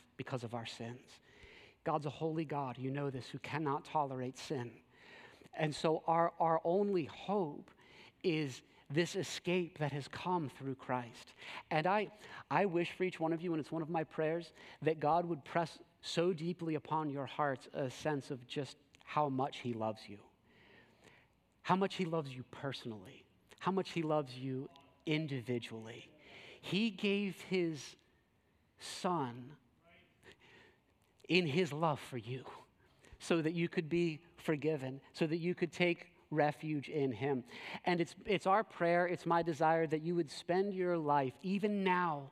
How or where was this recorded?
large echoing room